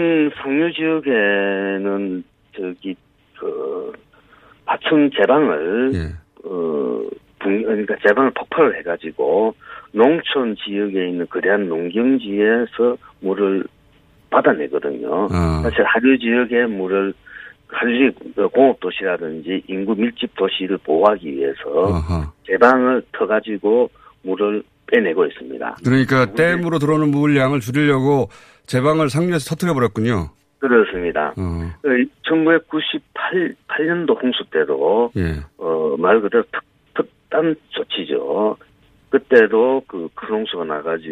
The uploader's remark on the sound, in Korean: 전화연결